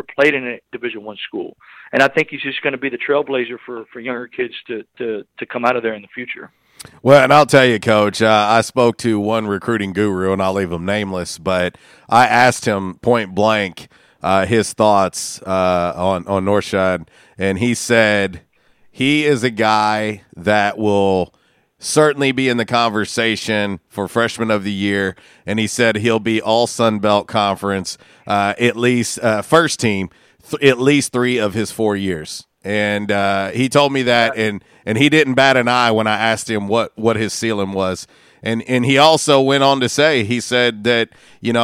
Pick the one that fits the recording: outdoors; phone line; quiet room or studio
phone line